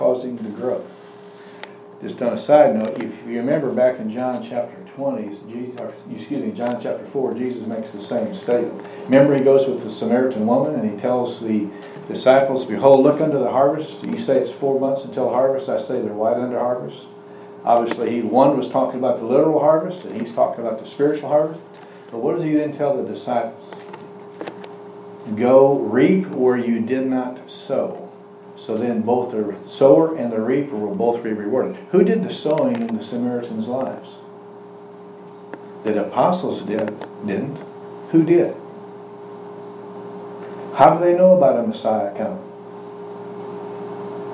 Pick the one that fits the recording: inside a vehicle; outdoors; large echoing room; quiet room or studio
large echoing room